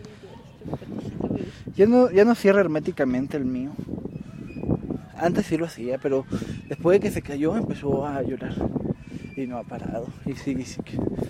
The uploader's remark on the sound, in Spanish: Por la mala calidad de audio, grabé con mi celular al aire libre.